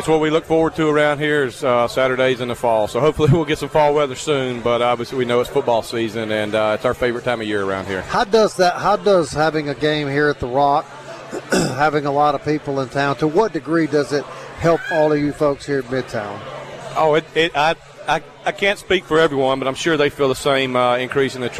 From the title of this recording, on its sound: Live from Fuzzy's Taco Shop in Midtown a special two hour show